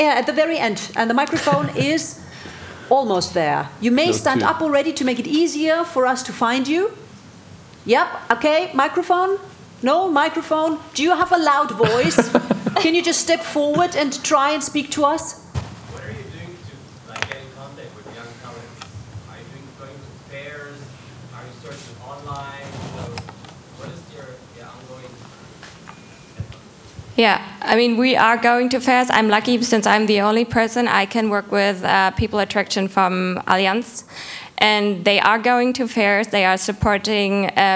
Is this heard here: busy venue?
yes